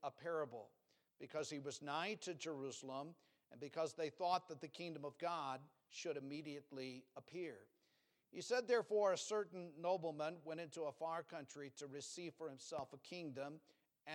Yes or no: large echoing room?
yes